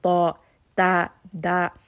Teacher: So we don't want to get the two of these mixed up. We want to make sure that dal and ta, your tongue is not coming close to your teeth. It is only remaining on the gum line.